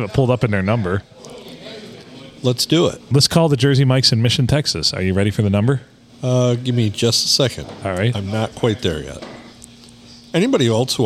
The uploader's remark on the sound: Recorded in the 4-69 (Lovely Port Sanilac) at the famous Blue Water Sports Bar.